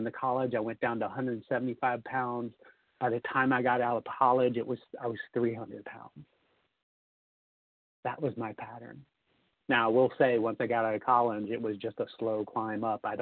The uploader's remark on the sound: the 100 Pounders Phone Meeting, 4/27/23